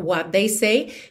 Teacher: What they, a gente já junta num som só